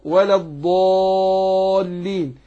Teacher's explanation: الضاد من حروف الاستعلاء حرف مفخم قوي، يبقى أنا فخم الألف. طالما جه بعد حرف مفخم يبقى فخمه، جه بعد الألف جه بعد حرف مرقق أرقق الألف، يبقى هنا ما أقول ولا الضالين، فخمت الألف عشان الضاد مفخمة.